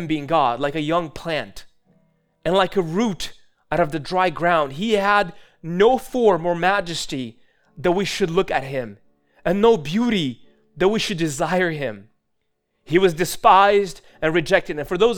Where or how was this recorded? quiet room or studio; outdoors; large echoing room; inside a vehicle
large echoing room